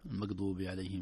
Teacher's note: القاف تنطق مثل الغين، والغين تنطق مثل القاف